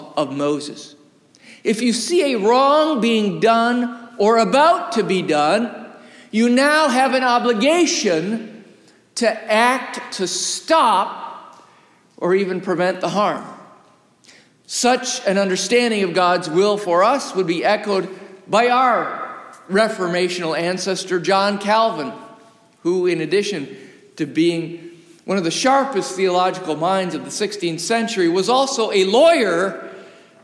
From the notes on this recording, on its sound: Recorded live from the historic, 317-year-old sanctuary of (Old) Rehoboth, the "Birthplace of American Presbyterianism".